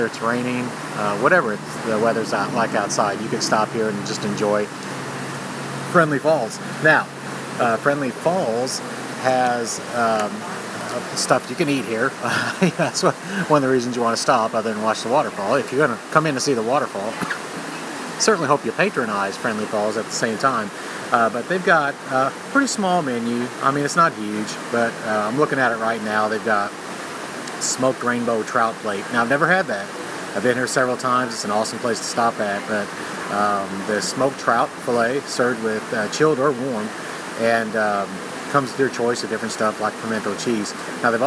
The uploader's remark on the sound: live at Friendly Falls, a very cool roadside stop with one of the best waterfall dining views in the Smokies